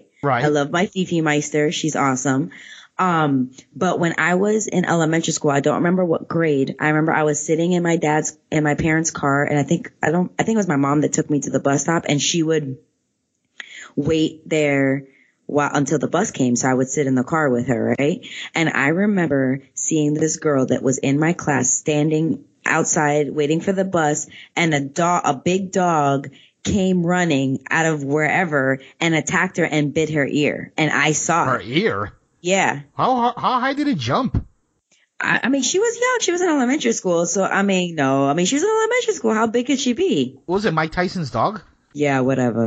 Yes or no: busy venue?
no